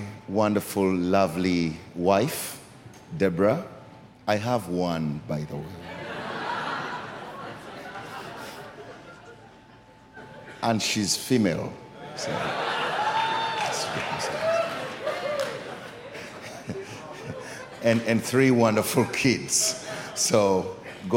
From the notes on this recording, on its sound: Recorded during our 9am service